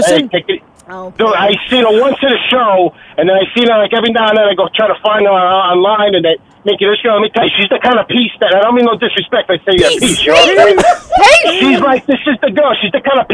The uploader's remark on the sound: Govs Comedy Club Radio. This is the only show that allows you to call.